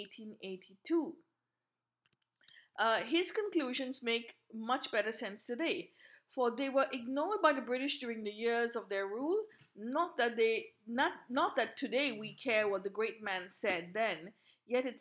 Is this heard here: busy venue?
no